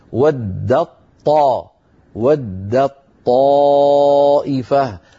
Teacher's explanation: ويكون الإدغام بتحويل التاء إلى طاء ثم إدغام الطاء في الطاء، فيصير النطق بطاء مشددة لا يبقى للتاء أثر